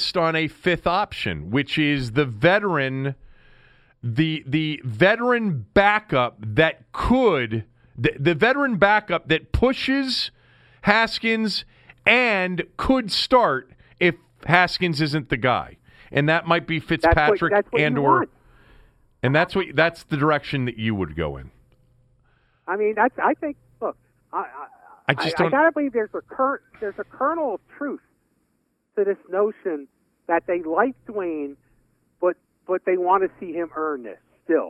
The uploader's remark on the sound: Joined the show by phone from Nats' Spring Training in West Palm Beach.